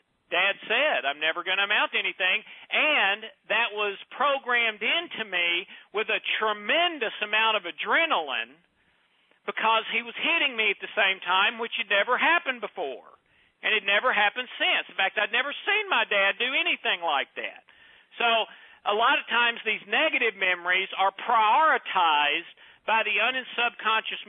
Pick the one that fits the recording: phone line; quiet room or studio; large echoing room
phone line